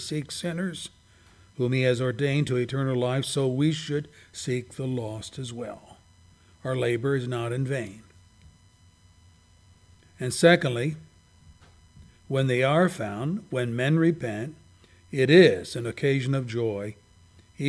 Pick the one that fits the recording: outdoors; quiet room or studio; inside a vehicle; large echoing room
large echoing room